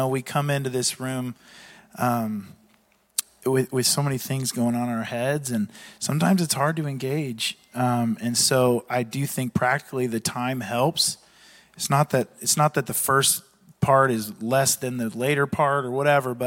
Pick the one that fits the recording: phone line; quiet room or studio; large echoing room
large echoing room